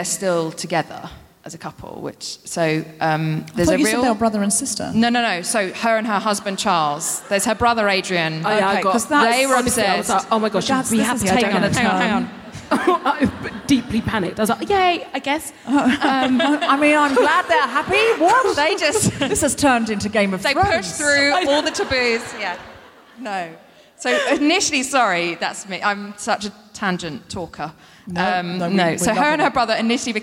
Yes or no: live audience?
yes